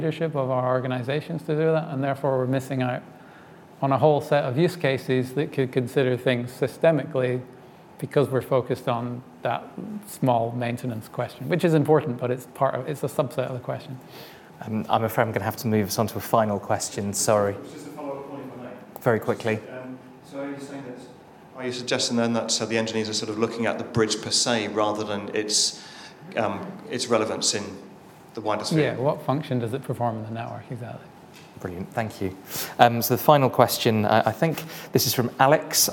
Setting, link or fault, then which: setting, live audience